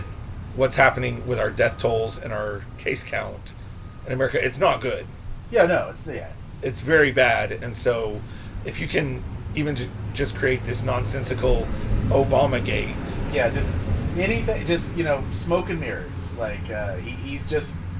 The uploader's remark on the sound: It’s another patio episode as we continue to stay socially distant so we apologize for the audio!